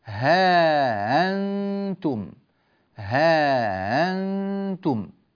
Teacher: كلمة ها أنتم يقرأها قالون بإثبات الألف هكذا بين الهاء والهمزة